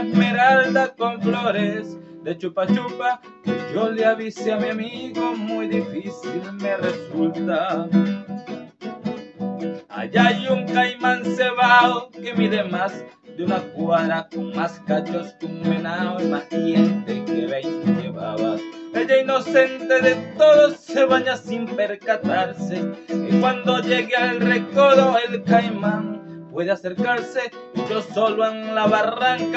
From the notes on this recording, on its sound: Hive Open Mic. Video recorded from my phone Honor X6s. Video edited with Kinemaster.